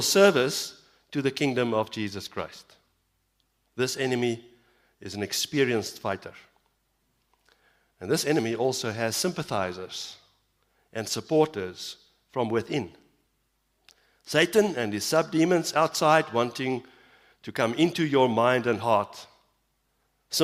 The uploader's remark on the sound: Evening Worship Service - 18 September 2022